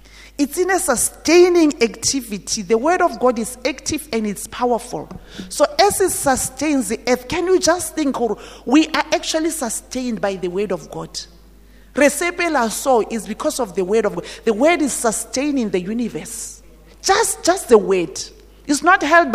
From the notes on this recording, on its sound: at GTCFC City campus at the morning service